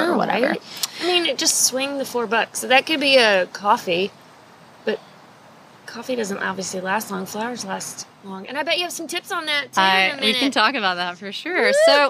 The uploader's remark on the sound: Recorded outside at Infinite Monkey Theorem in South Austin.